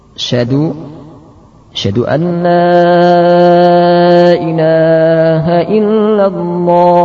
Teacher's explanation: membuang hamzah dan ha sehingga menjadi syadu